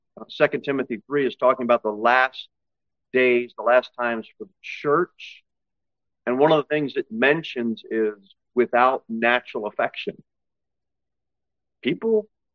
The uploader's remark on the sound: Sermon delivered at Pilgrim Baptist Church on Sunday, August 20, 2023, at 10-00 am. Cookeville, TN 38501.